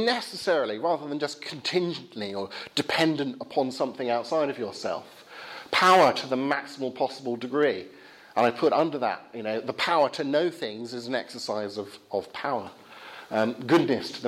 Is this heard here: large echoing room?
yes